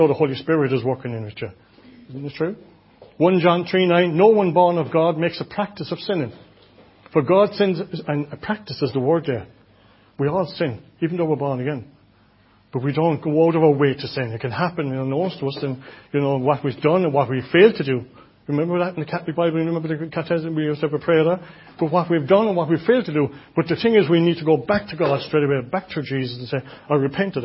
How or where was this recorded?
large echoing room